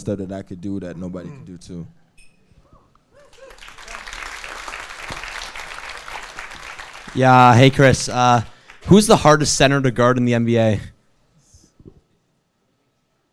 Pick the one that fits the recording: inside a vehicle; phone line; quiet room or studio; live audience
live audience